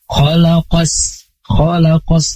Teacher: Tanda yang paling gampang itu adalah ada tasydidnya setelah huruf alif lam. Dan kemudian dibacaan itu tidak terdengar alif lamnya. Seperti kholakos, kholakos langsung di idrom. · Term: alif lam syamsiyah